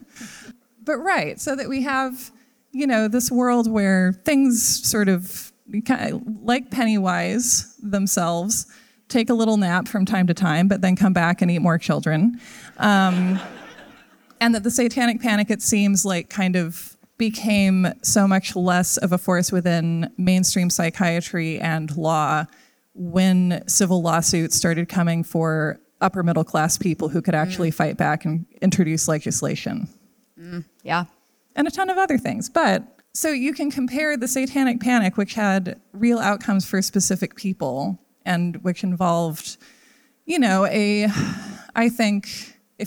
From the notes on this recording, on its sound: Live at SF Sketchfest